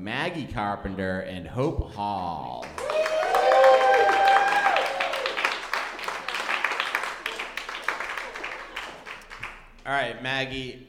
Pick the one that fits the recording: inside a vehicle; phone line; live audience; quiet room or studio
live audience